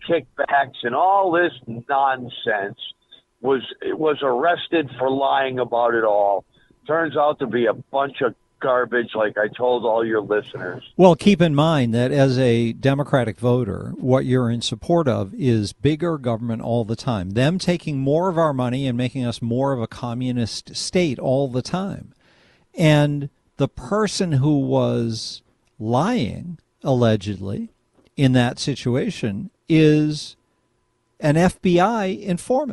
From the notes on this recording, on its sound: take some awesome phone calls